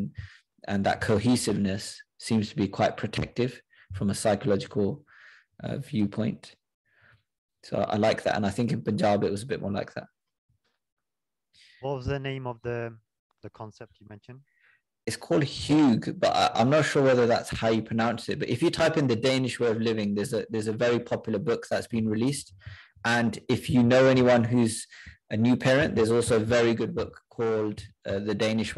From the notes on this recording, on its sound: a recording from a zoom call with Westminster University UK Sikh Society